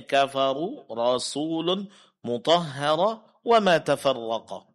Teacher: huruf ra semuanya ditebalkan karena ada yang berbaris depan dan ada juga yang berbaris atas